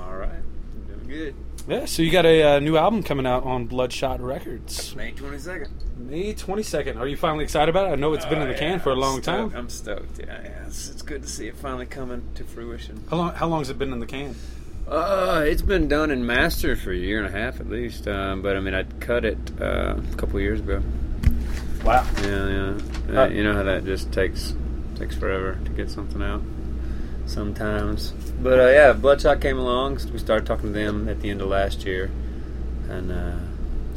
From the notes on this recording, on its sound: I jump on the bus. At The Revival Tour in Denver, Colorado.